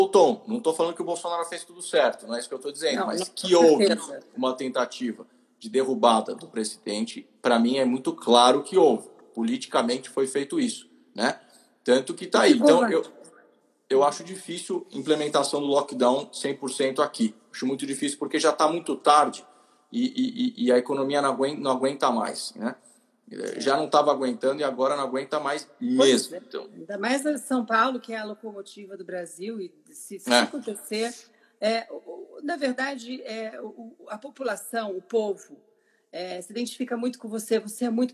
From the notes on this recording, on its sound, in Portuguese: Live no Instagram